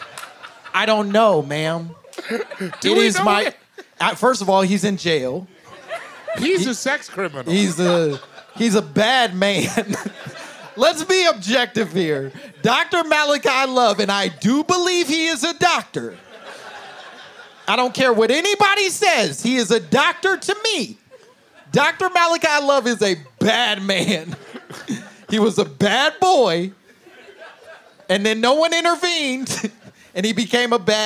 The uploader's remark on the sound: My Momma Told Me Live from Seattle!